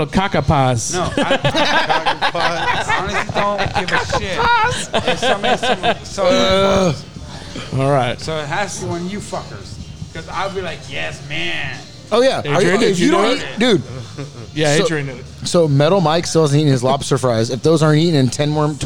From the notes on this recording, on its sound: Booze and the Dudes Live from the 3 Iron Brewery